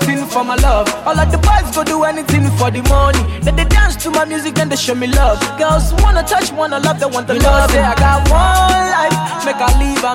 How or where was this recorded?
busy venue